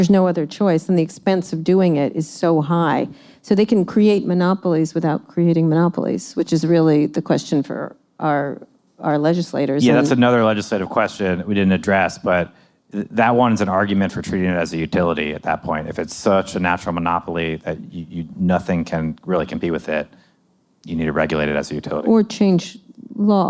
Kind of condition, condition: setting, busy venue